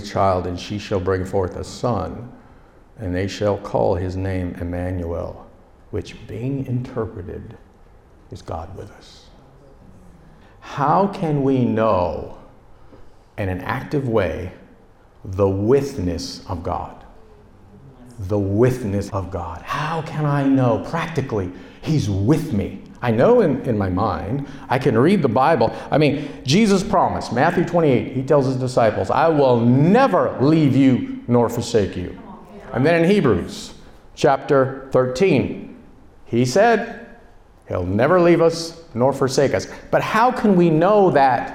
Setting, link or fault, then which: setting, live audience